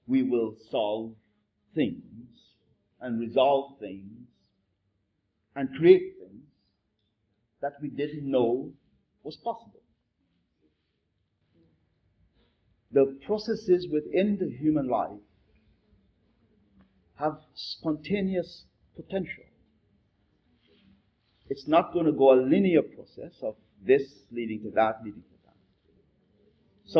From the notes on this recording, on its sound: This podcast is a public conversation. Recorded in Santos, Brazil. Even though the audio quality isn't perfect.